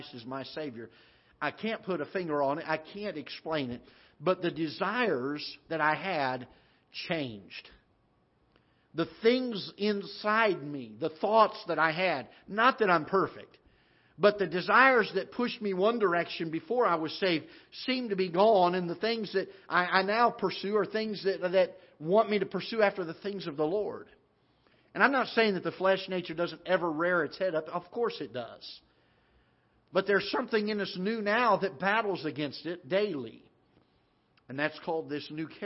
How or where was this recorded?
large echoing room